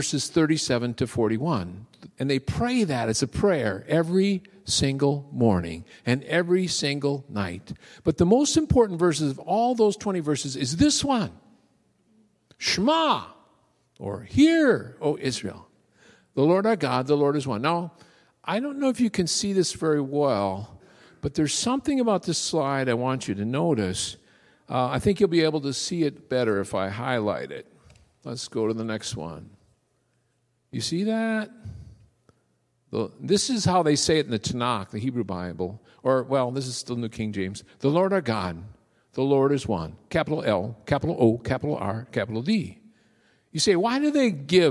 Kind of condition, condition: setting, large echoing room